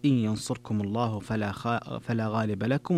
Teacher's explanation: ترك الغنة لخلف إن ينصركم الله فلا غالب لكم، وكذلك لخلف عن حمزة كما لا يخفى.